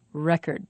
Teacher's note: That's because they are stressed in different ways. The first word, the noun record, has the stress on the first syllable. The second syllable is not stressed, and its vowel is not pronounced clearly. · The verb record has stress on the second syllable. The first syllable is not stressed, and its vowel is not pronounced clearly.